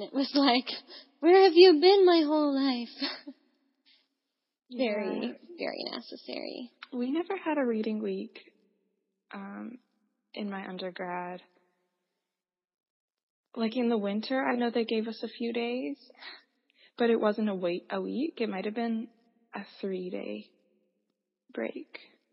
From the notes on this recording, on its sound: Come on a nature walk with us! We haven't completely figured out our technical side of the podcast but we did get together for another (long distance) chat between Ontario & BC.